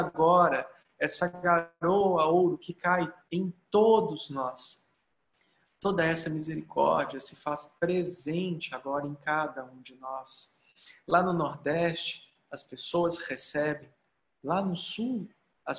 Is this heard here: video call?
yes